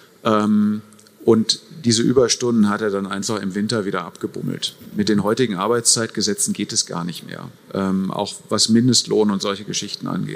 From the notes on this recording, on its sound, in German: Experten-Diskussion auf der AERO 2023. Die Podiumsdiskussion im Foyer Ost.